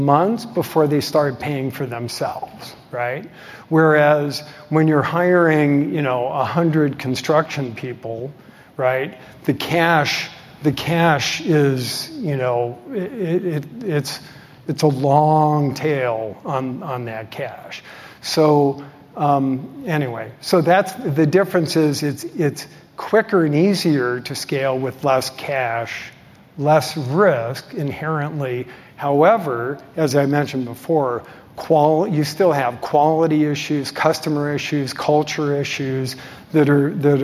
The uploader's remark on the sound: delivered at the Zweig Group's 2023 Elevate AEC Conference